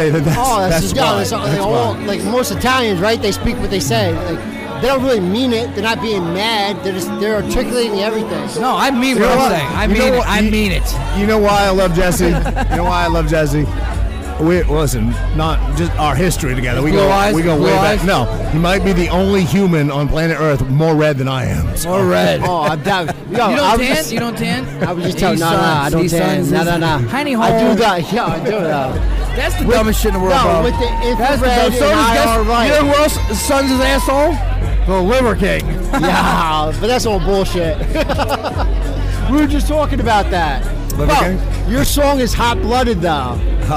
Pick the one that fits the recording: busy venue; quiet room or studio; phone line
busy venue